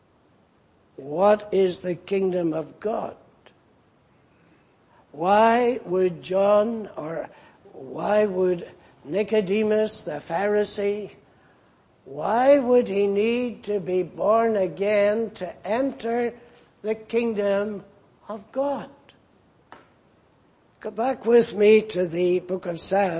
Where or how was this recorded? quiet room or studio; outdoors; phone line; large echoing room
large echoing room